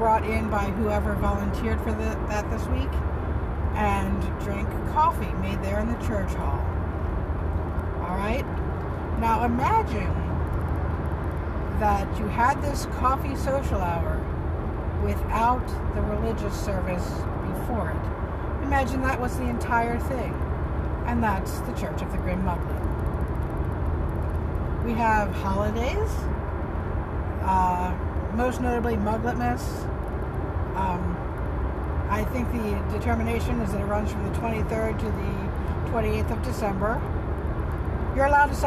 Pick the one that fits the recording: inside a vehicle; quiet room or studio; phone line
inside a vehicle